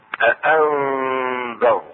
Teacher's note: النون الساكنة تخفى عند الذال أم مع الغنة.